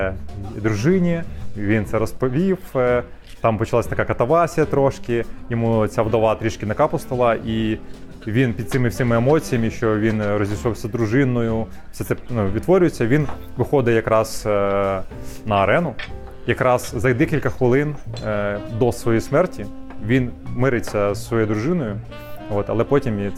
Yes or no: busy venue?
yes